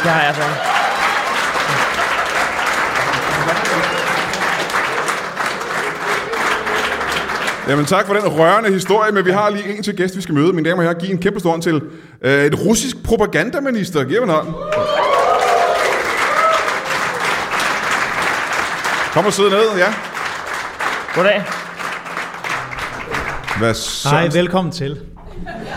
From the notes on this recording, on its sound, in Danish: LIVE fra Comedy Zoo. Optaget på legendariske Comedy Zoo foran et legendarisk publikum.